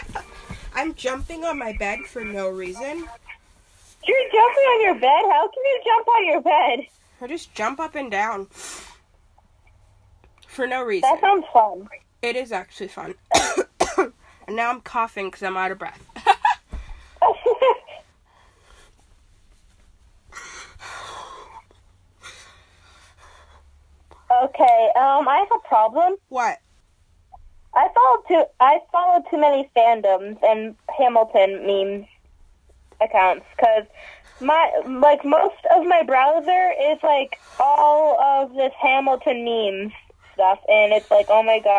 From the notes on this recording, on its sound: Talking to my friends on the phone. Today I talked on the phone with my friend.